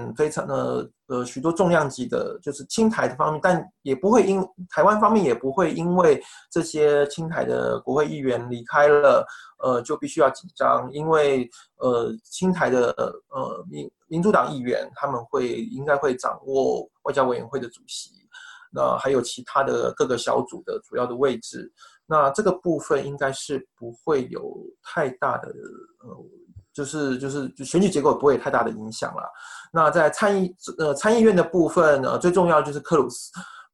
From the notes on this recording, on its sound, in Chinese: 本次播客又是由区块链媒体平台Matters组织策划的在线圆桌。将在线圆桌做简单后期处理。